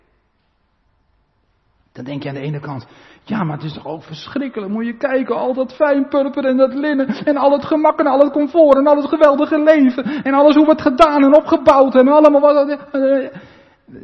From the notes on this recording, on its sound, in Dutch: De preek is op 3 juli opgenomen in de Maranathakerk te Groningen